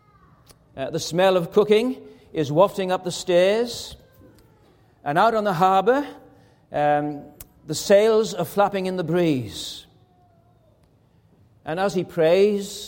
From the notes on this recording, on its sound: This is a recording which was preached at Anne Street Presbyterian Church in June 2018.